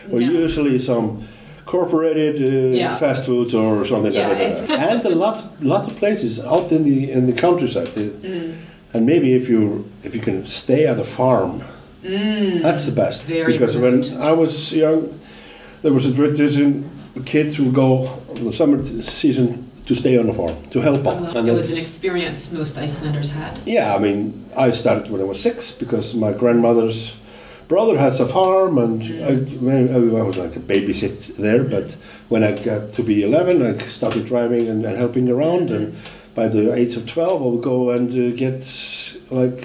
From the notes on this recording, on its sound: On location in one of Reykjavik’s most famous restaurants, þrír Frakkar.